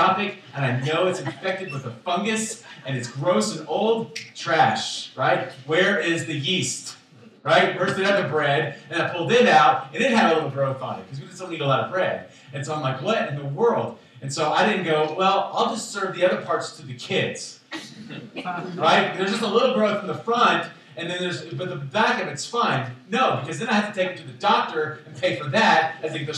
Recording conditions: poor sound quality